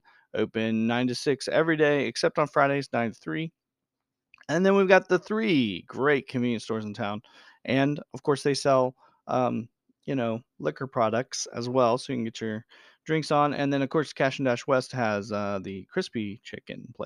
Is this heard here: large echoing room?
no